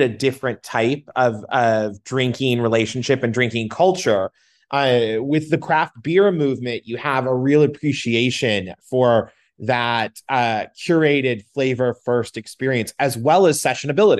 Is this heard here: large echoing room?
no